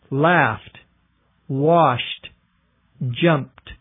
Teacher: I'm explaining the difference between the voiced and unvoiced consonants because that is one of the ways of determining whether you should use the D sound or the T sound at the end of a word. If the sound before the ED is unvoiced, words like laugh, wash, jump, the ED is pronounced as a T.